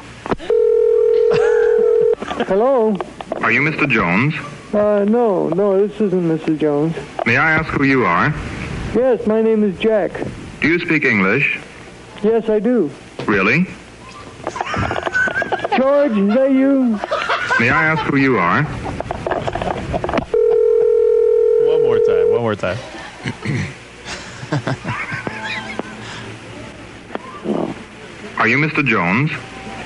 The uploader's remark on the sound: On The Phone